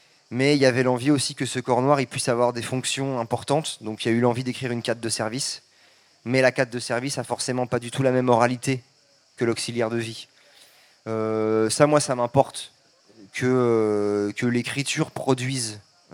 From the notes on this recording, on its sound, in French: Tel est le thème de la rencontre qui s'est déroulée le 22 juillet 2023 Village du Off du festival d'Avignon en partenariat avec ARTCENA.